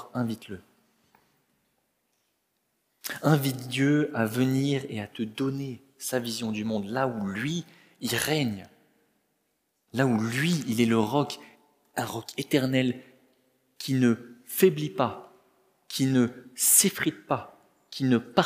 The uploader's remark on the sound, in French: Enregistré à l'église CVV